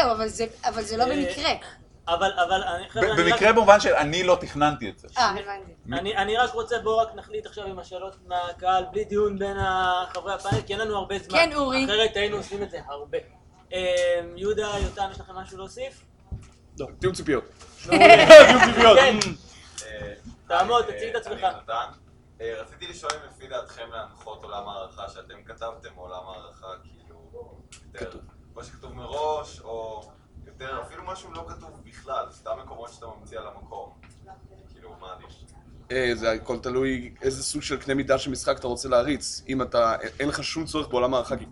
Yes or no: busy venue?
yes